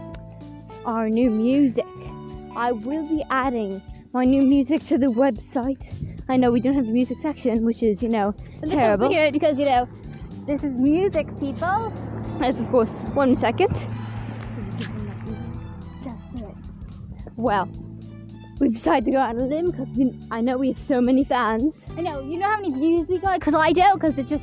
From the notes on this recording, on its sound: We walk around an insane asylum.